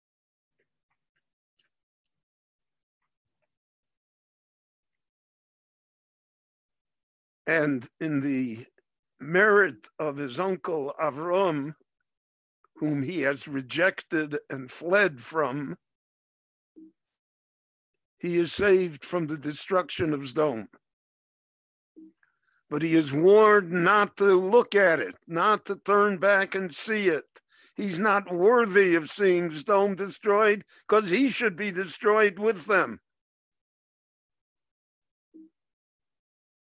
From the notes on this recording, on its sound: via Zoom in Jerusalem